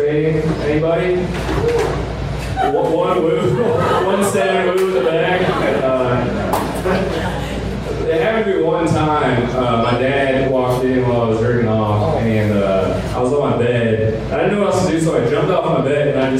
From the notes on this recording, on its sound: This is another "open air" podcast, live from the Village Pub.